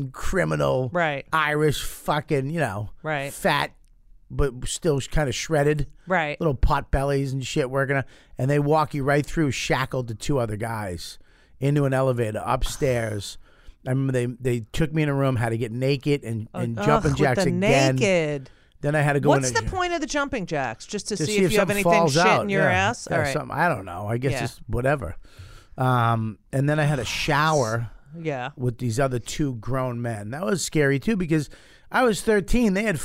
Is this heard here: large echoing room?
no